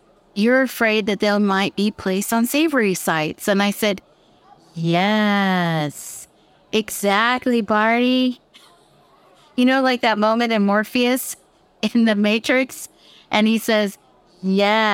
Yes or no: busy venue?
yes